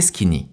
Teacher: Prononcez donc bien les deux « i » de ce mot de la même manière et ne mettez pas l'accent tonique sur la première syllabe.